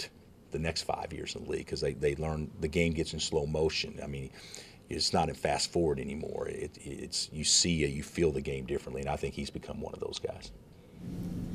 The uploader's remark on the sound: Press Conferences & Post-Game Interviews